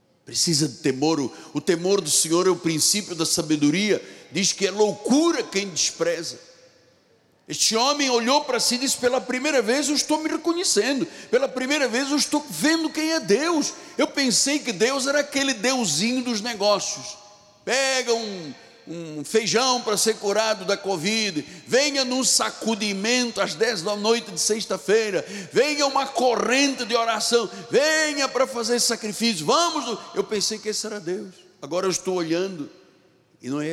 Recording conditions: large echoing room